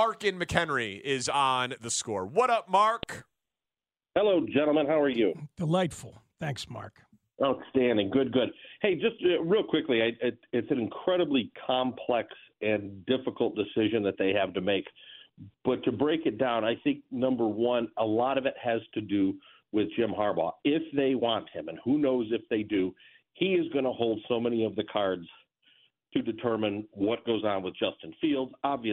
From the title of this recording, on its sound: Open phones